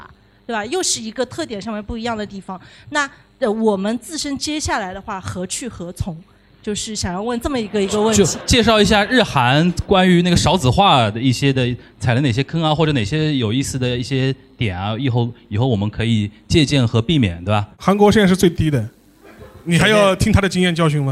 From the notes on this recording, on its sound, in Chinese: 6月20日下午《东亚观察局》联合JustPod举办了节目上线一周年感谢祭活动，100名节目听友来到现场，听三位主播的特别分享并且提问互动